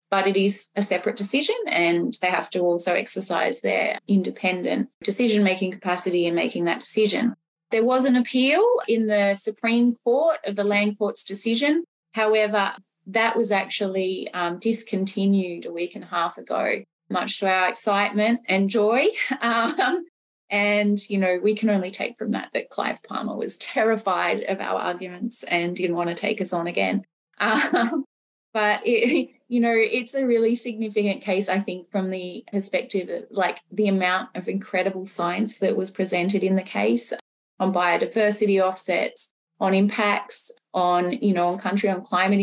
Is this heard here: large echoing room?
no